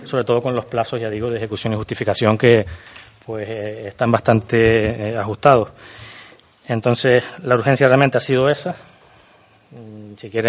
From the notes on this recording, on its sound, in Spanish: Audio Pleno Extraordinario del día 11 de Octubre de 2019 celebrado en la Casa de la Cultura Benito Pérez Armas de Yaiza